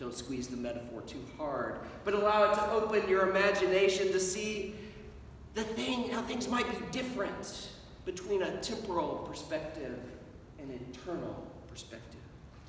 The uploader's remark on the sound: Sermon at Holy Trinity Anglican Church on the First Sunday in Advent 2021